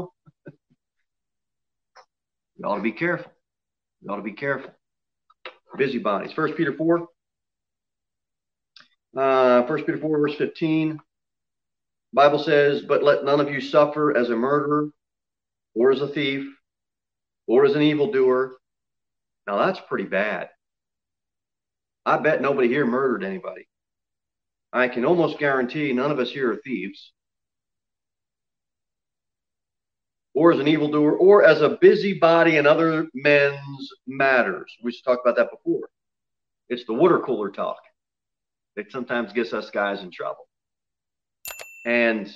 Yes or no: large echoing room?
yes